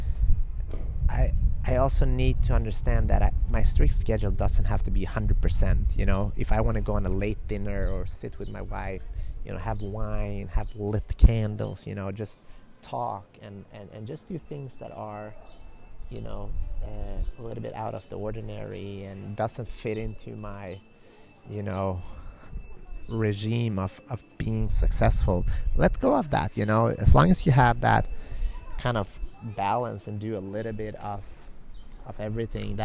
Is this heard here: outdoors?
yes